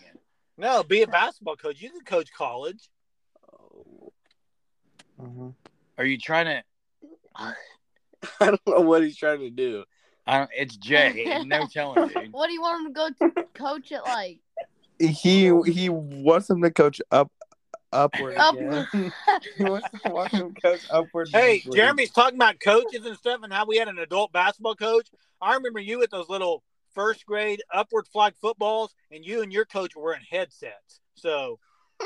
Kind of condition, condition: setting, inside a vehicle